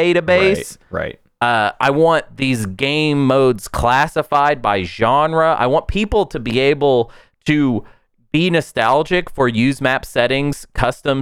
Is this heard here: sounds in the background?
no